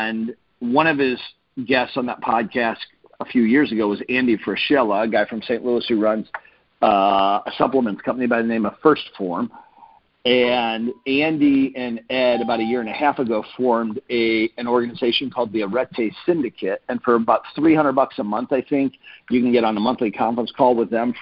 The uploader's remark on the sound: Team Freedom conference call on 8/30/19.